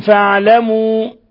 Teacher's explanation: ميم ساكنة جاء بعدها الفاء إظهار شفوي، بل هو من أشد حالات الإظهار الشفوي. واحذر لدى واو وفاء أن تختفي.